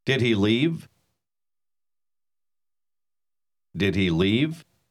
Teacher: Note la manera como la entonación se eleva al final de una pregunta.